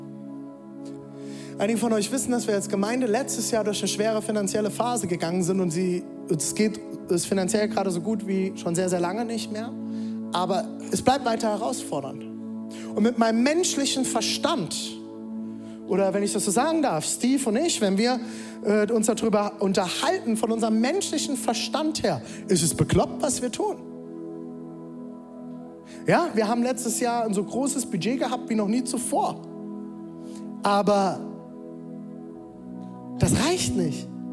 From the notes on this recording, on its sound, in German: Audiomitschnitt der Predigt